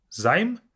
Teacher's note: Instead of заем with the ё, it's займ with the Y sound.